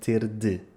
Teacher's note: temos de vibrar as cordas vocais para pronunciar o D